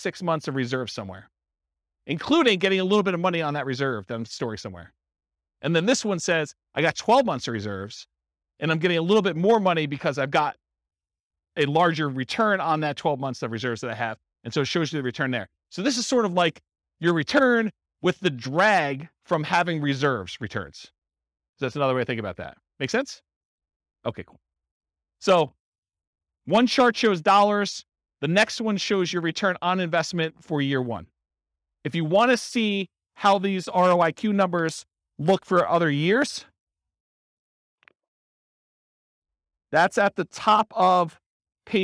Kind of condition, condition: setting, live audience